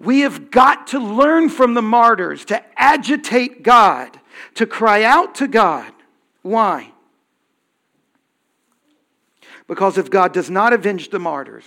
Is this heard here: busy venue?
no